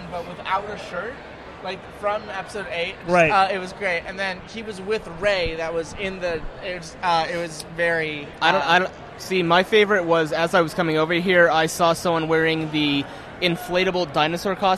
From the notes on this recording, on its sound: broadcast live cdom Wondercon 2018 in Anaheim